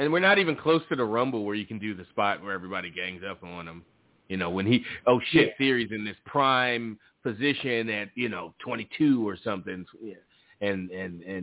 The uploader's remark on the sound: Live calls and much more. Weekly caller, email and tweet driven show. Leave a voicemail to be played on-air.